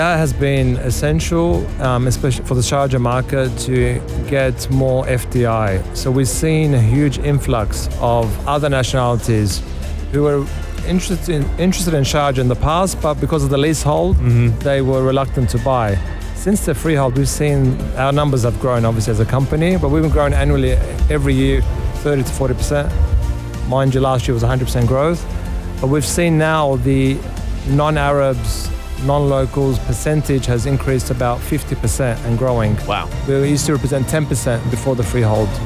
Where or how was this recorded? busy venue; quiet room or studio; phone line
busy venue